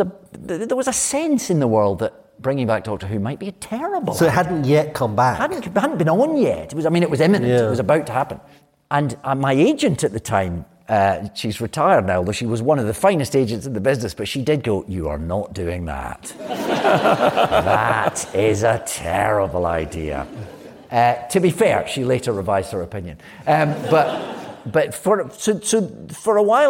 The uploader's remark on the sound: Live at the RSC